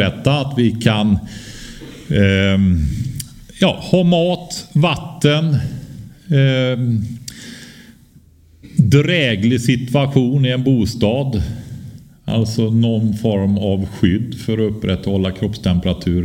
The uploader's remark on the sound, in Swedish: LIVEPODD från Fållnäs Gård. Vi firar avsnitt 100 med en äkta livepodd.